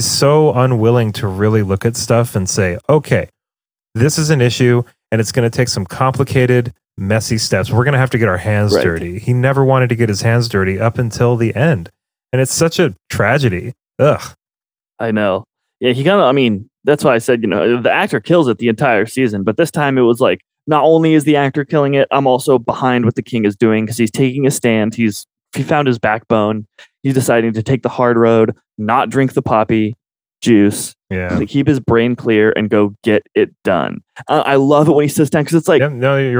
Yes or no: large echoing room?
no